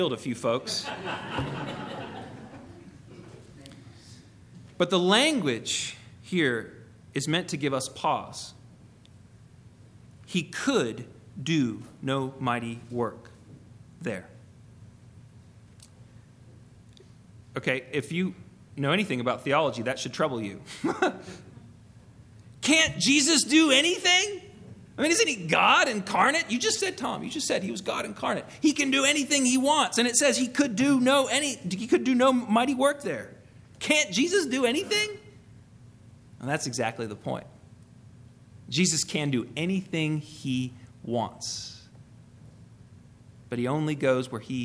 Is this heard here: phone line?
no